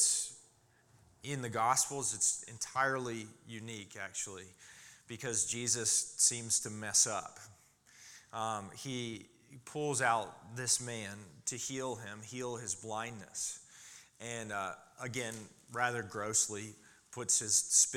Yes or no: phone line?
no